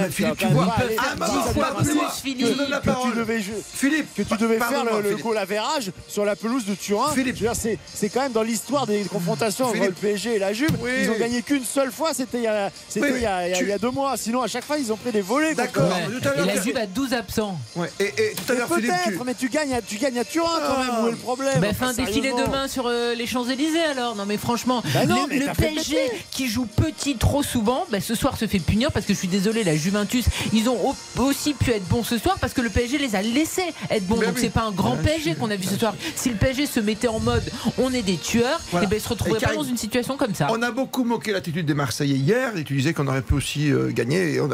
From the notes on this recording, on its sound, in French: en direct du Juventus Stadium